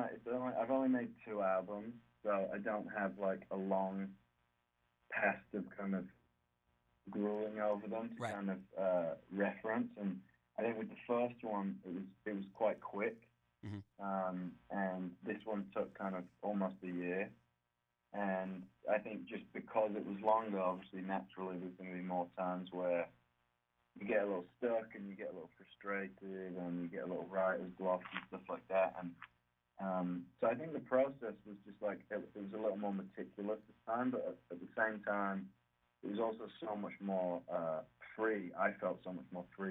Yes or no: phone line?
yes